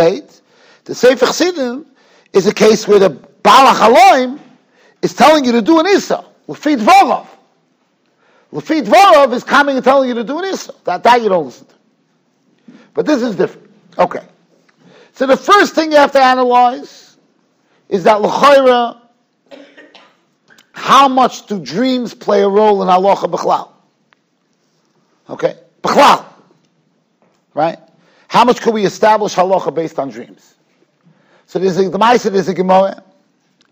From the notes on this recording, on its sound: Shiur recorded in Yeshivas Ohr Reuven, Monsey, NY.